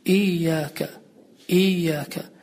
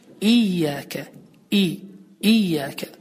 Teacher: Bu ayemizde yol verilen hatalar, birinci hatamız, İyyâke sözündə olan, sözünün əvvəlində olan fəthənin və fəthənin altında olan kəsrənin düzgün bir şəkildə tələffüz olunmamasıdır. Bəzən İyyâke sözünü tam kəsrə ilə yox, ı səsi olmaqla kəsrə yox, daha qalın bir şəkildə tələffüz edirlər · Shown in: first take